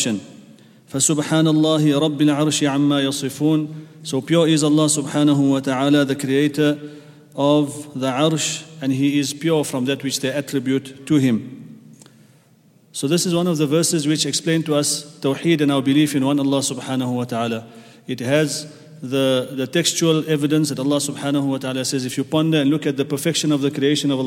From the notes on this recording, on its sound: at the Houghton Masjid (West Street)